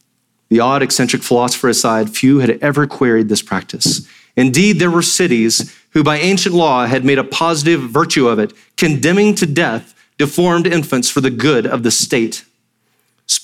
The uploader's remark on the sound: Sermon audio from Sunday, September 10, 2023